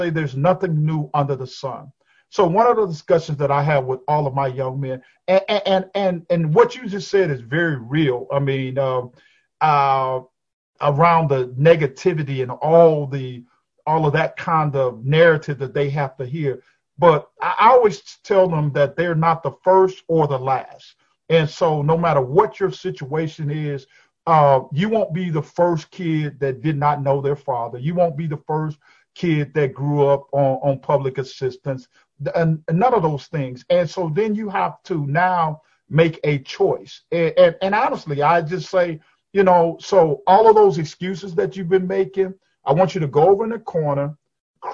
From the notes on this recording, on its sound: Over Zoom.